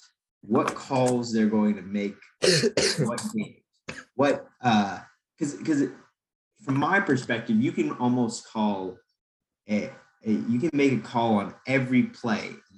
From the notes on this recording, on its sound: Over zoom. Before we were rudely cut off by Zoom.